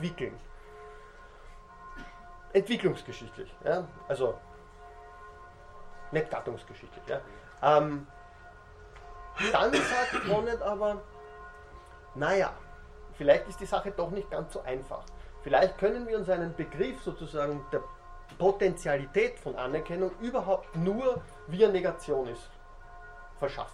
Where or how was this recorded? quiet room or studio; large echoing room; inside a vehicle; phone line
large echoing room